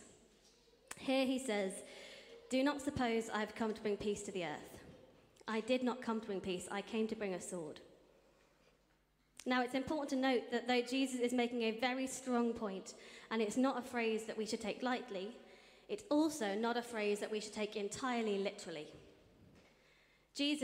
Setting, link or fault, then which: setting, large echoing room